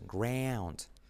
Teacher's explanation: Y la R de ground, mira cómo genera una U después.